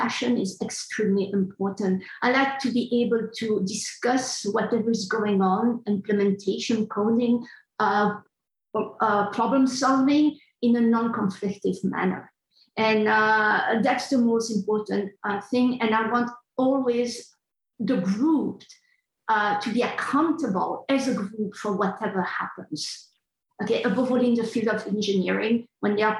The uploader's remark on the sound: This episode is an audio version of a virtual panel held at the Linguistics Career Launch in the summer of 2021.